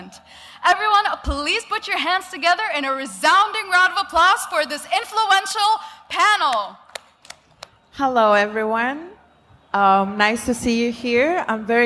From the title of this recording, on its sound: Panel Discussion at Cryptoexpo 2023 edition